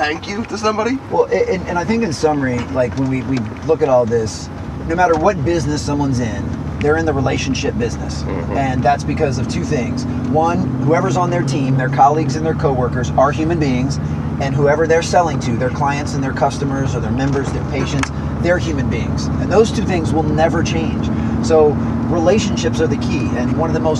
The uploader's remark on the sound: "Two Coaches in a Benz".